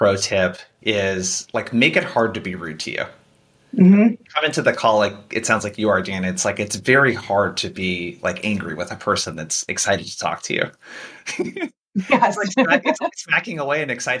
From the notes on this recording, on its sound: This episode is the audio from our recent webinar